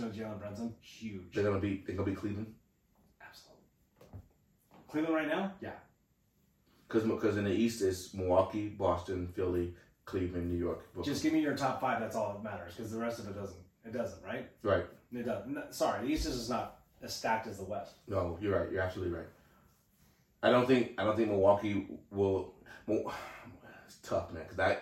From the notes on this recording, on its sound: Technical Difficulties. Didn't record the audio on the interface.